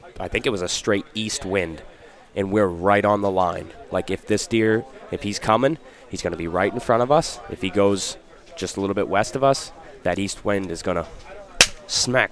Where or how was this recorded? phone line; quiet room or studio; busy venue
busy venue